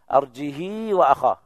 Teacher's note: بدون همز وإشباع الهاء مع صلتها، كسر الهاء مع الصلة